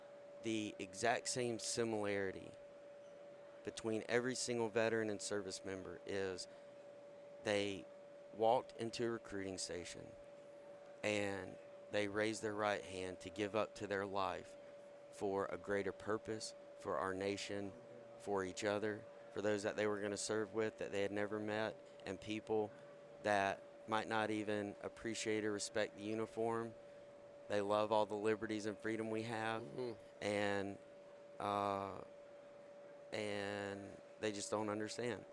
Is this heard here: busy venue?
yes